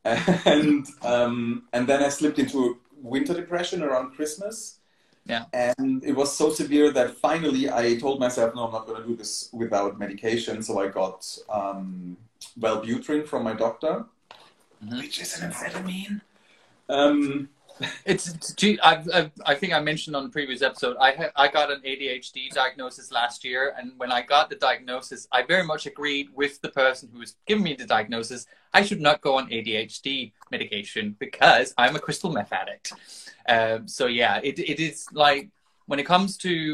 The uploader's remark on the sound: Recorded on 10 February 2023 on Instagram Live